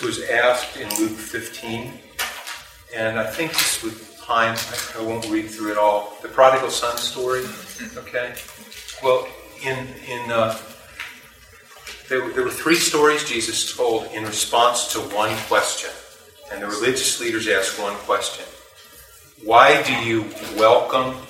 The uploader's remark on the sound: Please forgive the background noise.